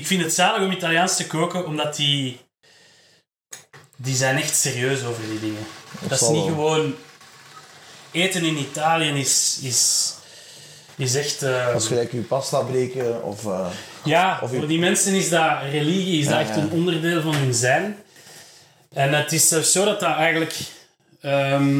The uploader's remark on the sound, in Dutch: Er liep iets fout met de opname.